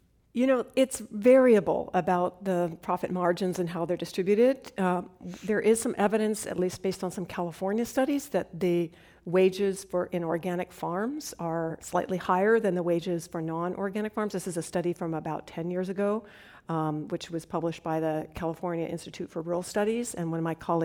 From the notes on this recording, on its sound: This program was recorded in front of a live audience at the Commonwealth Club in San Francisco, CA on September 19, 2017.